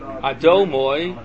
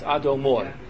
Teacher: the accent's on the last syllable, not the second to last · Shown in: second take · Term: Mil'ra